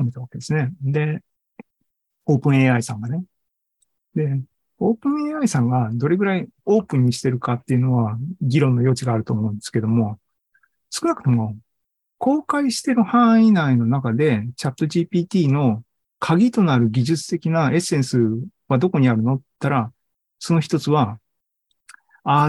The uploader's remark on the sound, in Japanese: ２０２３年６月２４日に開催した ZOOMライブの模様です。